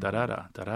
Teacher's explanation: You have the amphibrachic rhythm, which is really popular right now. So the so-called … flow, which is basically having a syllable on both sides of the beat